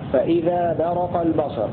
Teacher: قرأ نافع بفتح الراء في فإذا برق البصر